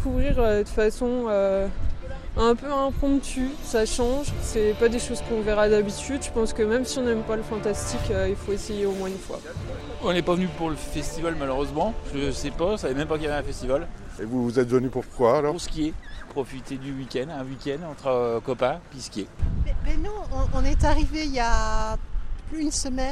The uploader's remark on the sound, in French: À l'occasion de la 30e édition du festival international du film fantastique de Gérardmer. Promenons nos micros dans les rues de "la perle des Vosges", à la rencontre des festivaliers, des skieurs et des Géromois.